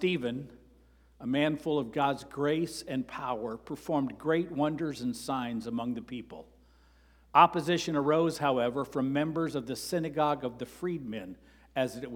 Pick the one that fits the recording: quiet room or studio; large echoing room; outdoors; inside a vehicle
large echoing room